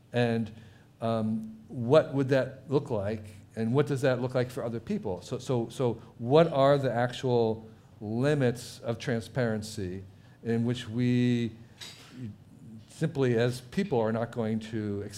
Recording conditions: busy venue